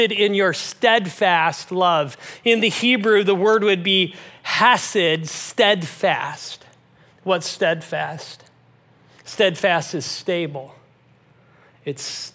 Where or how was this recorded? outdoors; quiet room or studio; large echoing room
large echoing room